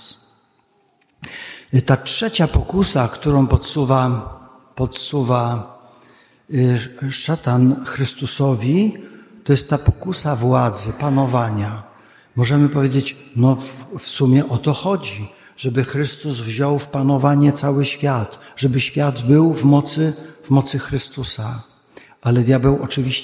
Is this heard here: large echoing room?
yes